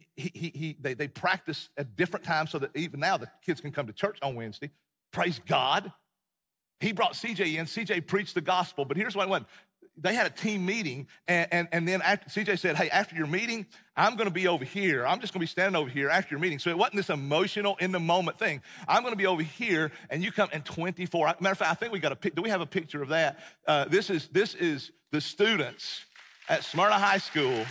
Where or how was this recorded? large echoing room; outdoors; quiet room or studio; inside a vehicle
large echoing room